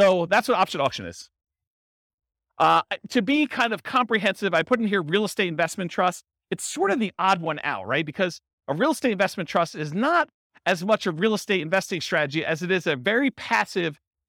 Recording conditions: live audience